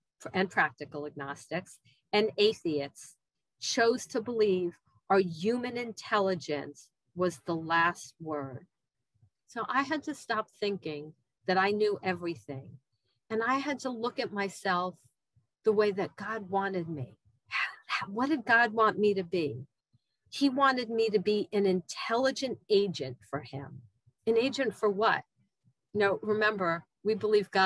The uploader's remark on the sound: Recorded at Steps 1 - 3 Workshop on June 19th, 2021 Meeting ID: #89009